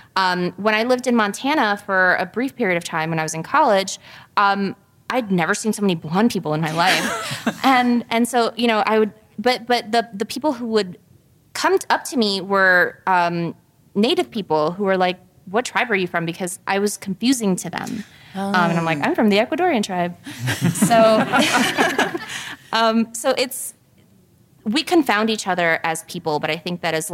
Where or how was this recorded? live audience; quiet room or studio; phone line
live audience